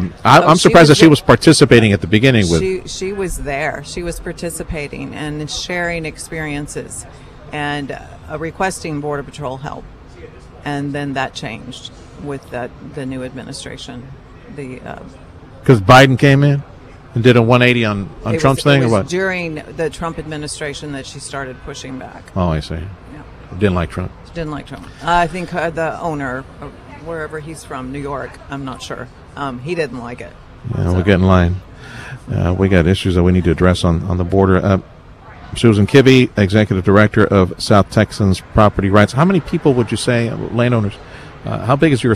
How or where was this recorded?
busy venue